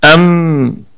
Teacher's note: الميم ساكنة في الدرجة الرابعة من درجات الغنة